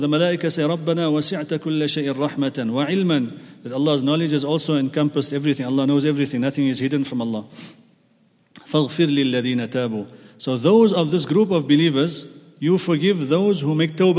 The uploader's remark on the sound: at the Houghton Masjid (West Street)